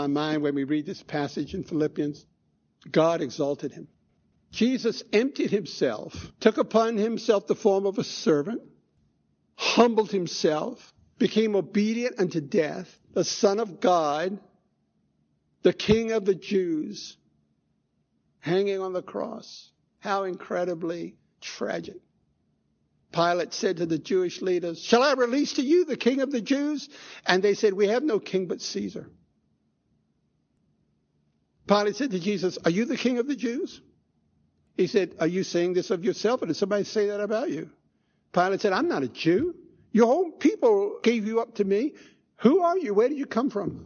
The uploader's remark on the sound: Recorded 1/1/2016 at Christ Church Anglican